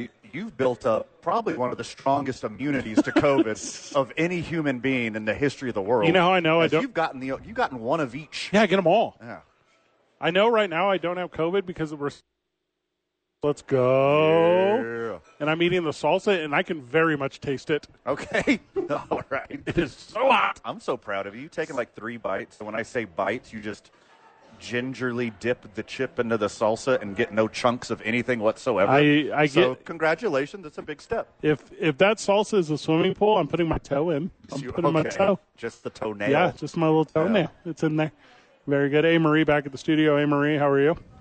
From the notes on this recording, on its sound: live from Sadies for TNF.